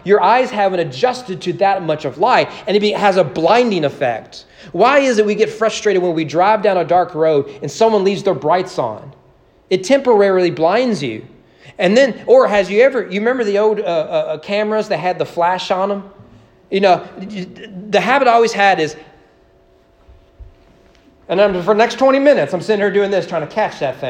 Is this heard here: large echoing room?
yes